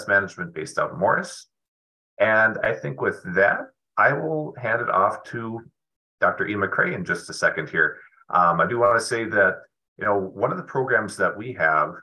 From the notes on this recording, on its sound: The weekly Wednesday program will feature a live webinar with interactive discussion with attendees, addressing in-season cropping issues as they arise.